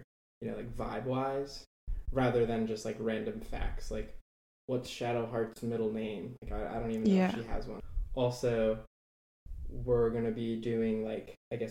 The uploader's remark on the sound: This episode is full of audio issues and the struggles of learning how to edit.